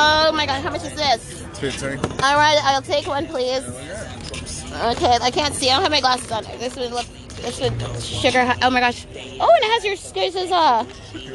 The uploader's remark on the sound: you'll hear live music & impromptu interviews with many of the vendors, performers & guest in attendance